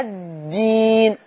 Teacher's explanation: الدال حرف مجهور يحتبس معه النفس والتاء مهموسة فاحبس النفس.